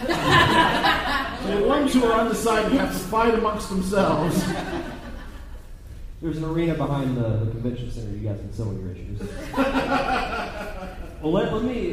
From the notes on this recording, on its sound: Live Panel from Gulf Coast Fan Fest 2018. Gulf Coast Fan Fest in Biloxi, MS.